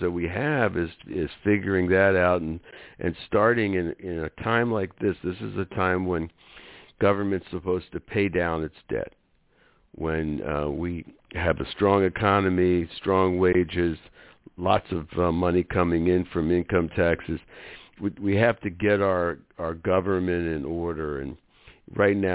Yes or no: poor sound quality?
no